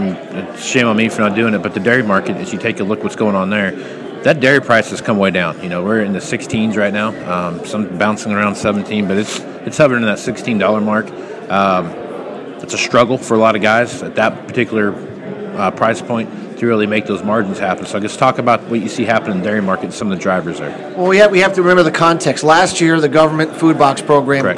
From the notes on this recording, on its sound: live at the Moving Iron Summit